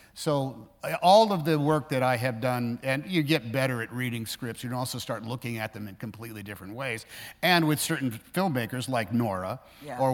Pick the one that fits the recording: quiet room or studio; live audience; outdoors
live audience